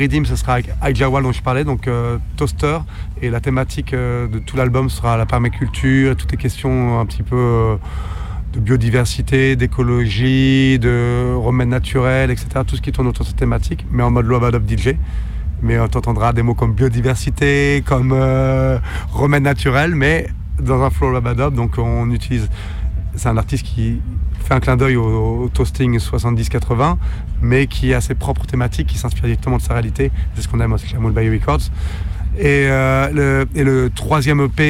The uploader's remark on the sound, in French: Interview réalisée au Festival DubCamp 2023